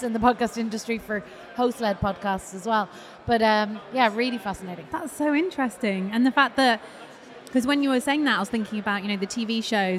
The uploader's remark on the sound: Live in London